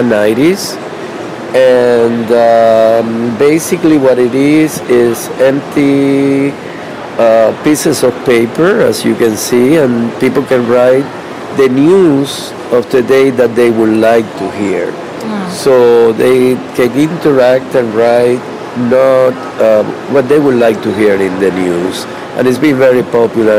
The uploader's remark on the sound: Live from Untitled Art Fair